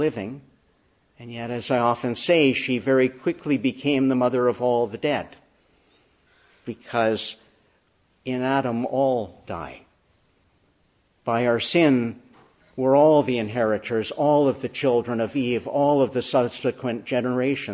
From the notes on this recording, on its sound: Morning Service. Preached in the Annunciation of the Blessed Virgin Mary, Ottawa on Easter Day.